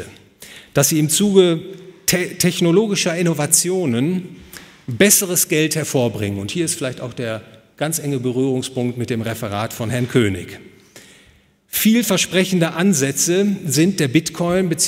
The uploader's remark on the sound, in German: Gehalten auf der Konferenz „Besseres Geld für die Welt“ des Ludwig von Mises Institut Deutschland. Hotel „Bayerischer Hof“, München.